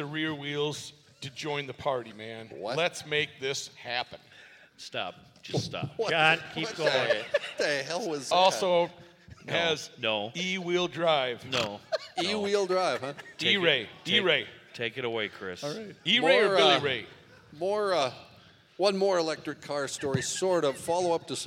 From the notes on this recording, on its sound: We are live at the Hopkins Center for the Arts for the 1,000th Podcast!